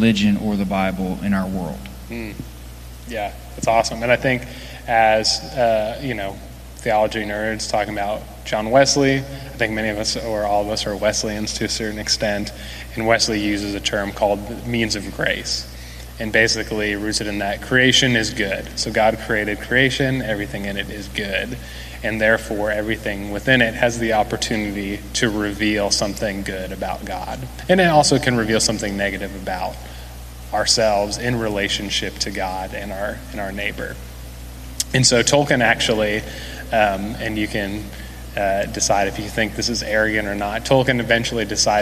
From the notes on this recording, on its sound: Recorded during a live panel discussion.